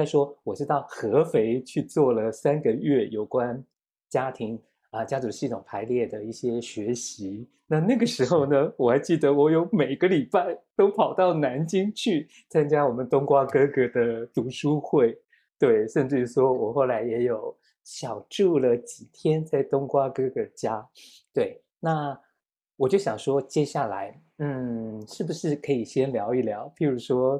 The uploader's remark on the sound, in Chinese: 錄音地點 台南、南京。這一集是《生命小彩坊》第五次以「雲端」的方式來錄播。